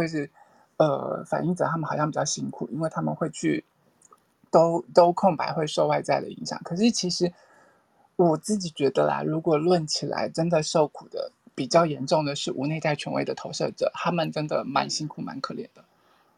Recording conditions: poor microphone